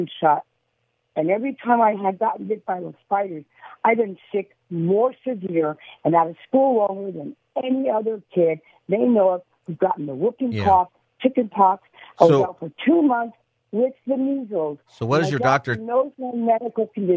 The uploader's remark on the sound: Open Phone Friday